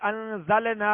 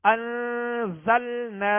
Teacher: لام کے اوپر جو سکون ہے اس کو کامل ادا کرنا ہے، آواز ہلے گی نہیں، جنبش پیدا نہیں ہوگی · Shown in: second take · انزلنا نہیں پڑھیں گے بلکہ انزلنا.